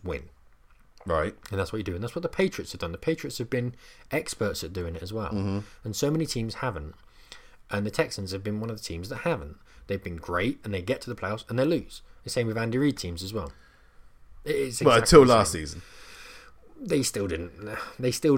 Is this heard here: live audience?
no